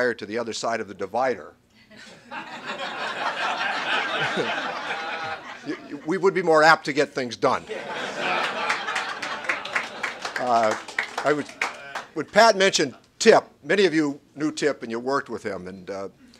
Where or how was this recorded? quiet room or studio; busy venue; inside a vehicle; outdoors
busy venue